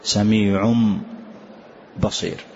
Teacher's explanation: نقلب هذا التنوين إلى ميم كاملة · Term: الإقلاب